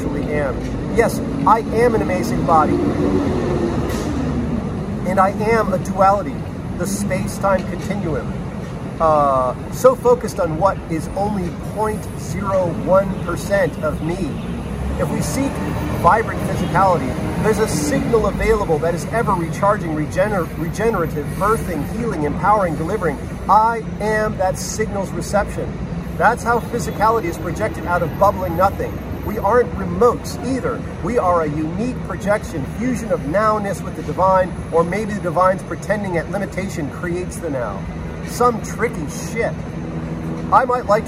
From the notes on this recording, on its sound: On the steps of NYC's 8th Avenue post office with way too much street noise and a smeary iPhone lens. Ambiance aplenty.